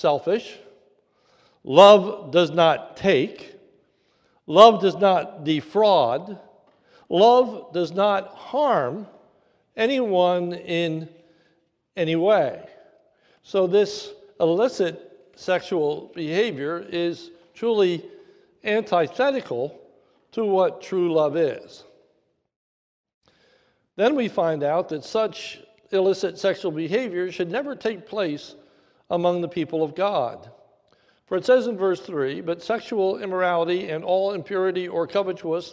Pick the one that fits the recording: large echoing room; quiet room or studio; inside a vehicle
large echoing room